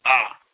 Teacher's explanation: the ayn with fatha is simply ah, as though you're opening up your mouth for the dentist, or something happened to your finger, for example, when you cut your finger, you say ah, like that.